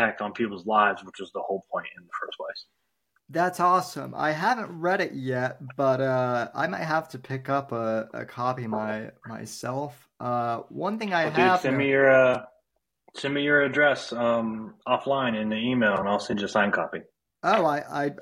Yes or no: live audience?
no